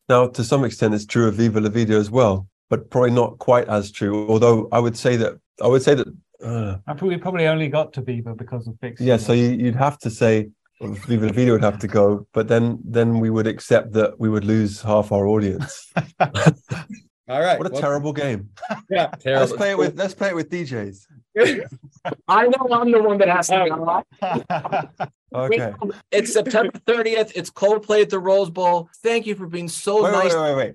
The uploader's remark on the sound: via Zoom